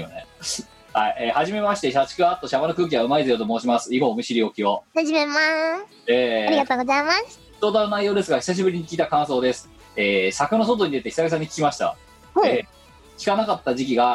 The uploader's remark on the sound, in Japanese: 本番組はリモート収録です。収録時環境の影響により、聴き取り辛い部分があります。おまけに収録コンディションが悪くてガビガビ音声？！音声が歪んだり飛んだりしています。